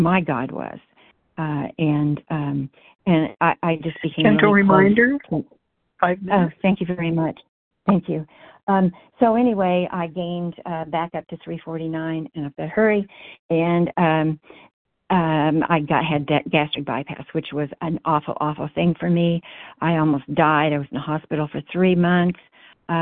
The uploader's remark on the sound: 100 Pounders Phone Meeting, 9/13/23